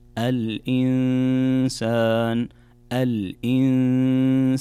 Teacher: نون ساكنة جاء بعدها حرف السين، والسين من حروف الإخفاء، فعندنا كذلك هنا غنة بمقدار حركتين، فتقرأ الإنسان الإنسان.